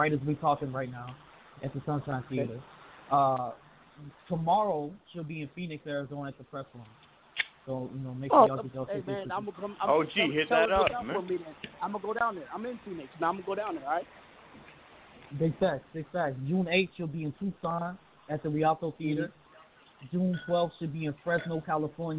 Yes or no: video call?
no